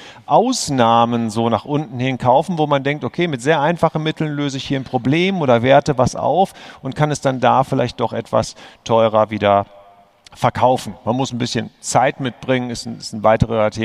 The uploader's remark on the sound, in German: live vom immocation Festival